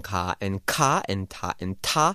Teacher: I'm just putting more air into the pronunciation of the consonant · Term: aspiration